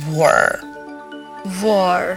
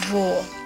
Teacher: in British English, you say, there's only wo, no R · Shown in: second take